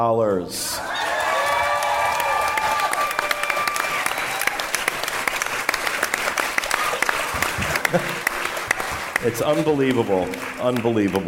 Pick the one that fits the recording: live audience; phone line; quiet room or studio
live audience